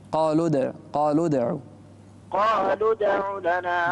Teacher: الدال الساكنة هنا مقلقلة تكون أقرب إلى الفتح